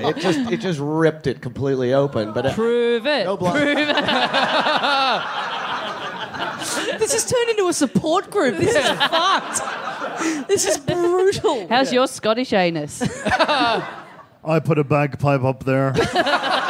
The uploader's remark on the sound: Recorded LIVE in Adelaide at the Rhino Room on March 3, 2017.